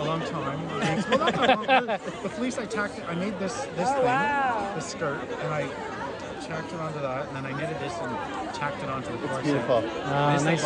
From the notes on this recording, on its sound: takes you live to the New York Sheep & Wool Festival at the Dutchess County Fairgrounds